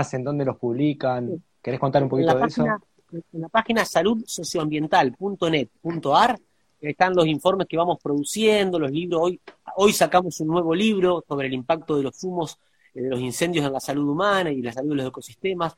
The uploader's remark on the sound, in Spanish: charla en vivo por Instagram